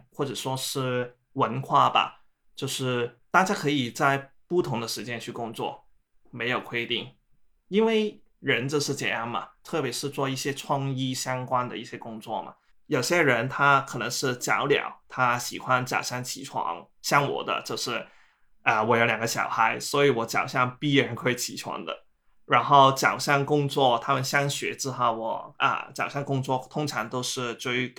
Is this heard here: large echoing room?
no